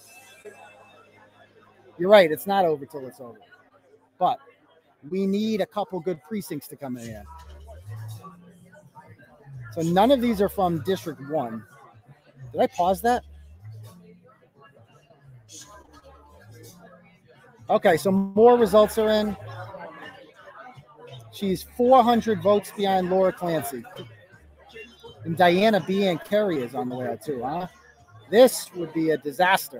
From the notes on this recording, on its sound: Live show starting early for reporting on the election results as they come in. Coverage took place in a public location, so sound quality and interruption varies throughout.